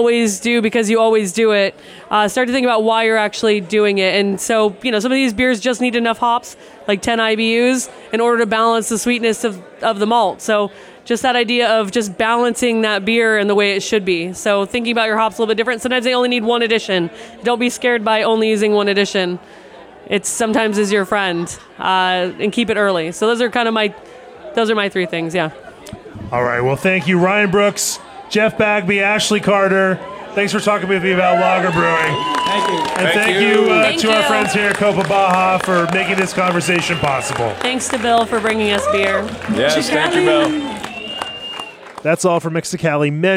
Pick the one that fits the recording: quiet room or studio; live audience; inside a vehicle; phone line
live audience